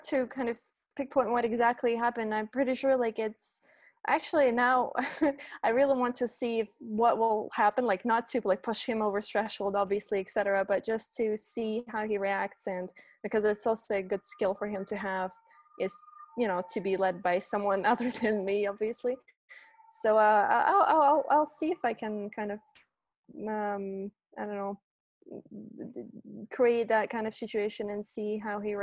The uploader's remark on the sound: This episode was recorded from a video conversation, so you'll have to forgive the fact that it sounds like I'm in a tin can. It wasn't originally intended for podcast listening.